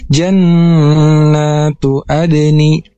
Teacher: Di sini ada nun bertasdid yang dimana hukum tajwidnya yaitu genah, dibaca dengung dua harokat, harus ditahan dulu dua harokat